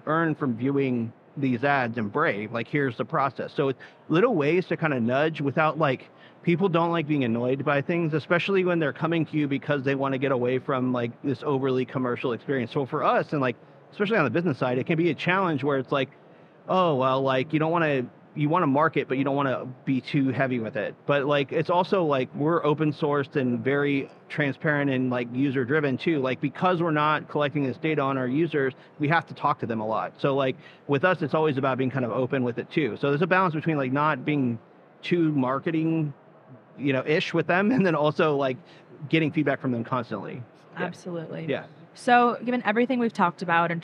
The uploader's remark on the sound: Live from Consensus 2023